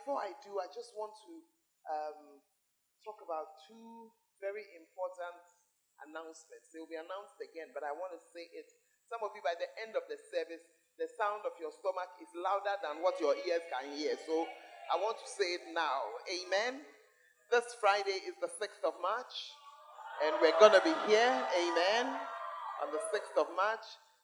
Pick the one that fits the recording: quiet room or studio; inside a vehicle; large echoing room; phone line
large echoing room